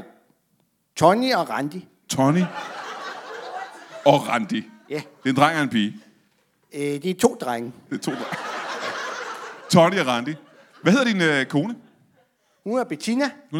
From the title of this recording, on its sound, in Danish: LIVE fra Nyborg